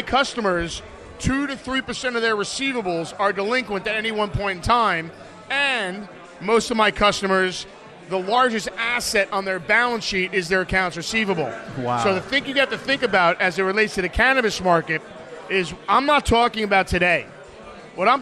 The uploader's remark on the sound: Live From The 2019 USCC Expo